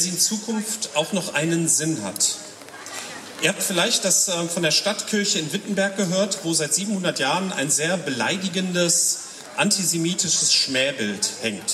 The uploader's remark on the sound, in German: Predigt auf dem Stadtfestgottesdienst